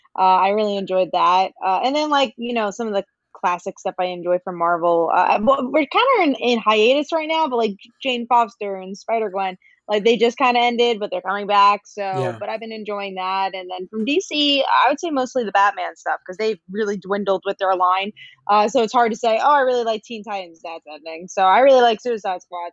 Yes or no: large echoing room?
no